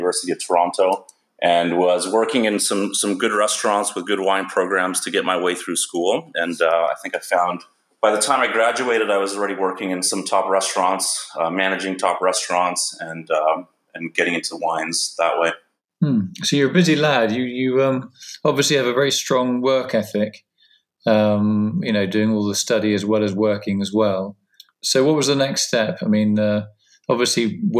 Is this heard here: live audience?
no